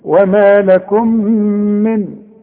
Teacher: من نون ساكنة وبعدها دال، يبقى حخفي